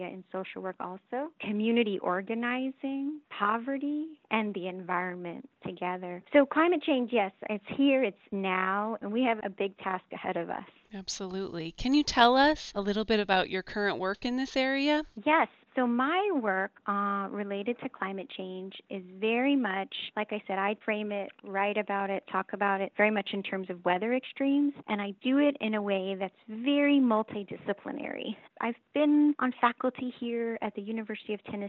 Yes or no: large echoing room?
no